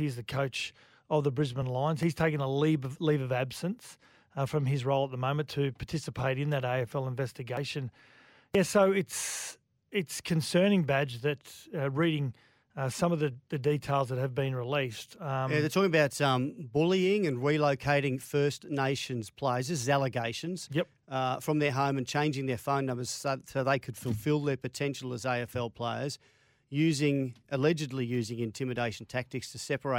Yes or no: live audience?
no